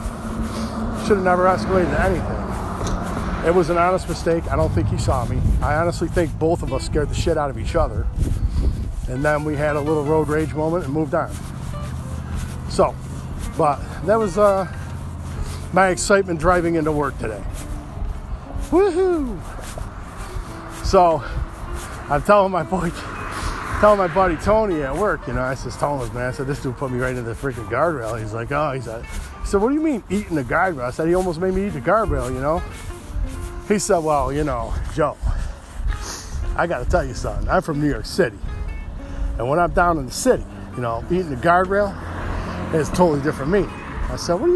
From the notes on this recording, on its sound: On the road. Walking sorry about my coat it’s too loud.